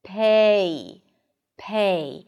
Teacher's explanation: there are two vowel sounds within the first syllable, the first unit. Pay, pay. So it's a changing vowel. · So it's a changing vowel. You keep moving your tongue as you pronounce this sound, unlike other vowel sounds that it's the same position throughout the entire pronunciation